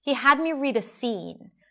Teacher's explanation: So the he is reduced, had is long and higher in pitch, me is reduced again, read-a, reduced.